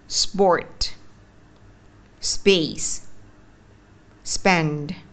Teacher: Khi mình nói về âm có một trường hợp đặc biệt như sau là nếu như phía trước âm là âm s, thì lúc đó âm sẽ không được đọc tròn vành rõ chữ là gồm có âm bật hơi ra là âm mà lúc đó chúng ta sẽ chỉ ngậm miệng lại thôi mà không bật hơi